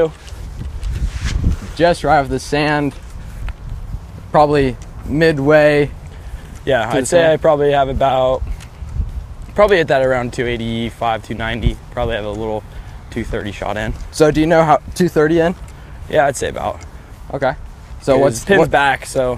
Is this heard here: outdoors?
yes